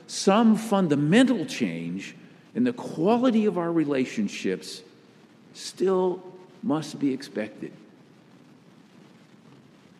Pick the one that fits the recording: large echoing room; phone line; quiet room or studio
large echoing room